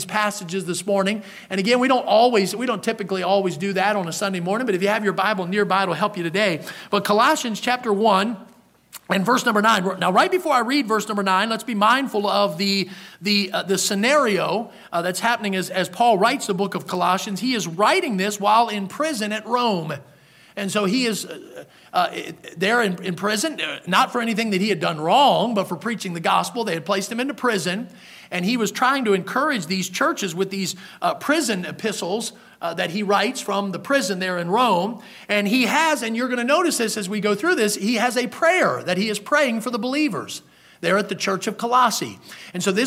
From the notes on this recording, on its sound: in the Sunday Morning Service on February 5, 2023, at Victory Baptist Church in Boonsboro, Maryland.